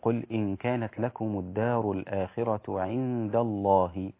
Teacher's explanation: الدال هنا رقيقة واللام في اسم الجلالة مغلظة، فمش هخلط، مش هستعد للام المغلظة في اسم الجلالة من قبلها بحرف، لذلك انت فخمت الدال عند الله وهذا خطأ. · Term: ترقيق الدال